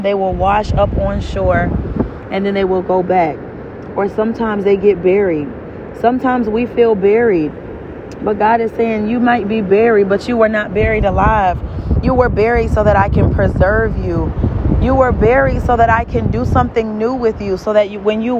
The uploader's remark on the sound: In this episode, I was walking on the beach. Excuse the background noise.